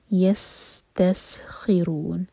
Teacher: سین پر سیٹی والی آواز آئے